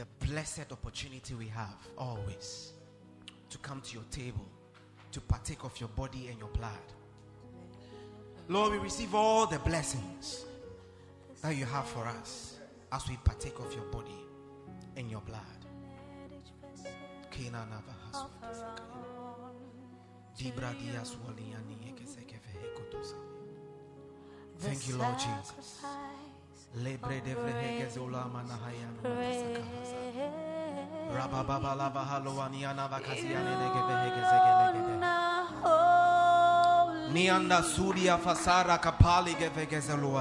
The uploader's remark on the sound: Preached at the FIRST WORKS SERVICE, AYENSU RIVER CATHEDRAL